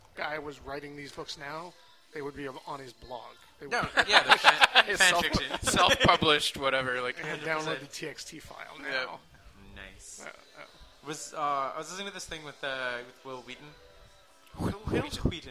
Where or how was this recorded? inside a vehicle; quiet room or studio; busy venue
busy venue